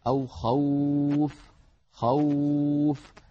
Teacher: الواو لينية يعني يجري معها الصوت بلين من غير كلفة على المخرج